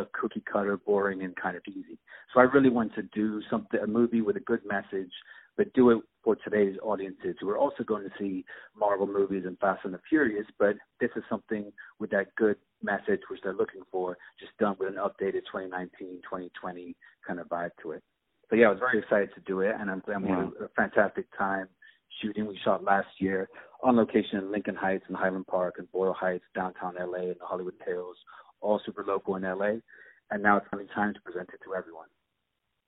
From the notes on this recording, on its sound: On the phone